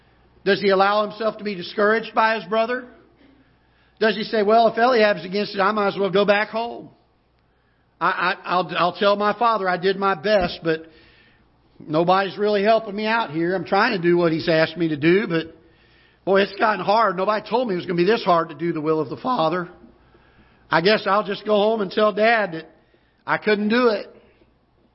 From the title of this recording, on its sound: Ketha Heights Baptist Church ~ Live Broadcast